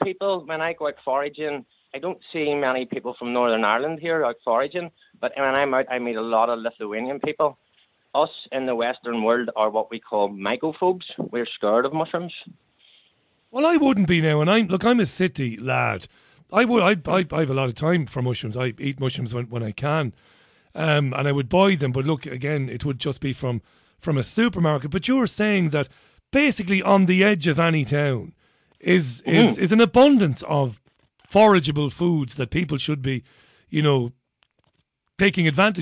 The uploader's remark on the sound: The Global Phone-In. Took calls from listeners who shared their own experiences and tips on all things prepping.